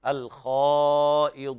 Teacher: الخاء فأعلى درجات التفخيم